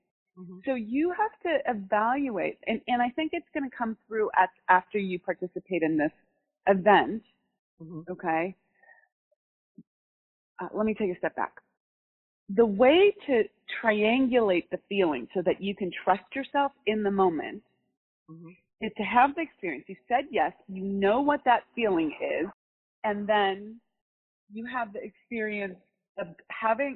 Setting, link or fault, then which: link, phone line